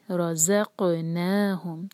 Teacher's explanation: وَمِمَّا، ما دو حرکہ، رَزَقْنَاهُمْ، را کو ہیوی پڑھنا ہے اور زا کو لائٹ، اور جب ہم زا پڑھیں گے تو بزنگ ساؤنڈ آئے، رَزَقْنَاهُمْ، اور قاف پر سکون ہے تو ہم اس کو باؤنس کریں گے، رَزَقْنَاهُمْ، نا دو حرکہ.